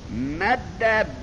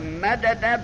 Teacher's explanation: لذا به قوه سامعه وقتی میشنویم میبینیم مد زمانش کم، مدد زمانش بیشتر است